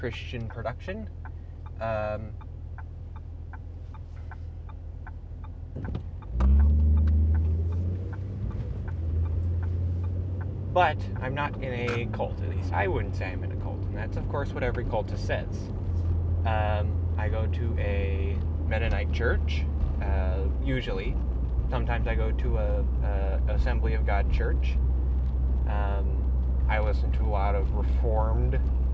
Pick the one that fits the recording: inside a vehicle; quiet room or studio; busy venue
inside a vehicle